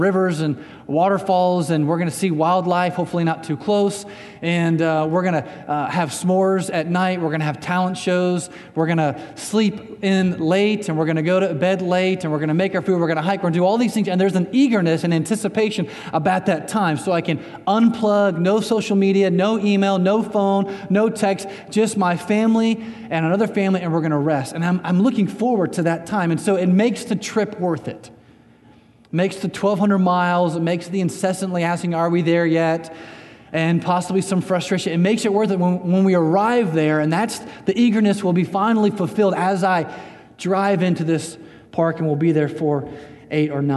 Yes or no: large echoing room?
yes